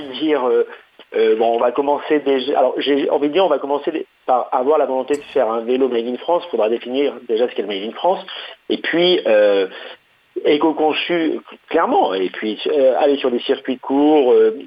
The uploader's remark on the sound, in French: En plateau – au téléphone